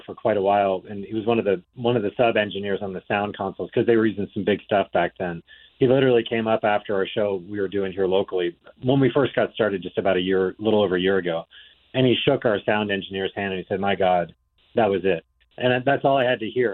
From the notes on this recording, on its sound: called in ahead of their show on the 17th at Ruth Eckerd Hall